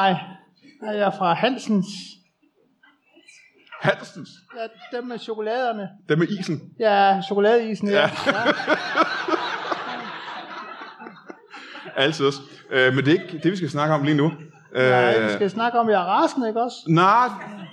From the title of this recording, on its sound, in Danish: LIVE fra Skråen